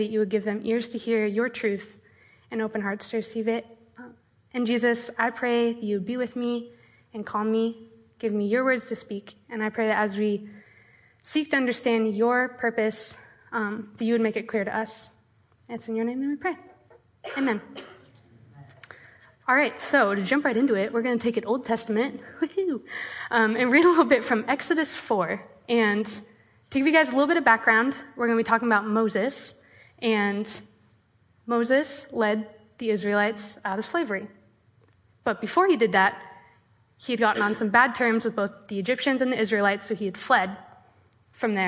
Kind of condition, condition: setting, live audience